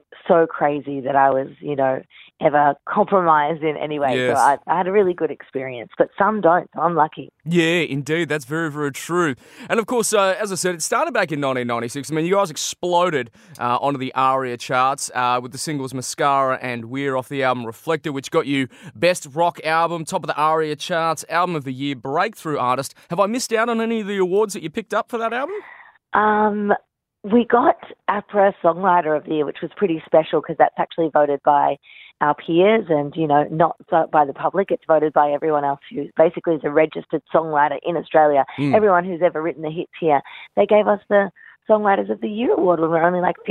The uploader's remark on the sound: jumped on the phone